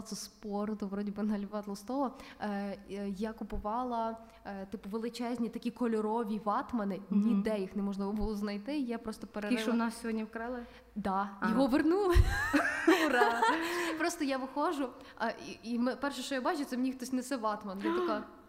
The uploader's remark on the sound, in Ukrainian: Саме цей випуск ми записали з нашими відданими слухачами.